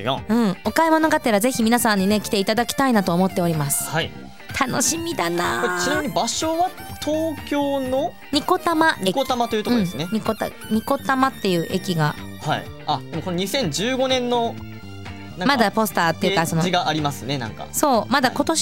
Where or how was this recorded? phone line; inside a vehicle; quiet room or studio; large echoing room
quiet room or studio